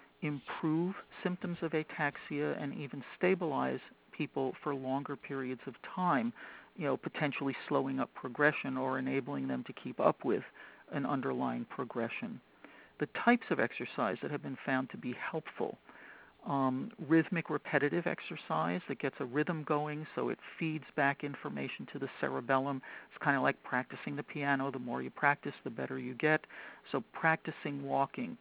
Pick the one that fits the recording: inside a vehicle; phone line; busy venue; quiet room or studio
phone line